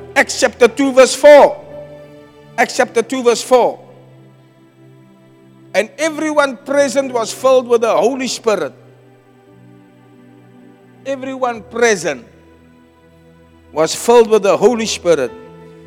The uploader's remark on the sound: Preached at Zion Sanctuary